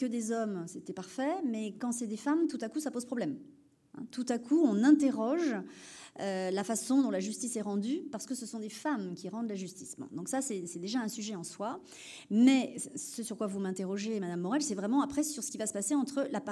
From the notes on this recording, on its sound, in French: Conférence enregistrée le 21 Septembre 2023 à l'Espace Mendès France à Poitiers